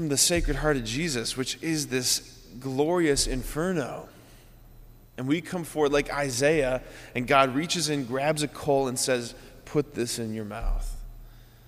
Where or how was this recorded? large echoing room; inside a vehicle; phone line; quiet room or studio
large echoing room